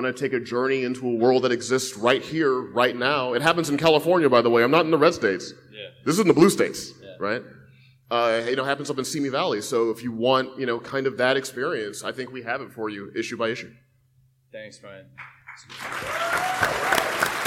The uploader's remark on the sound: At San Diego Comic-Con International.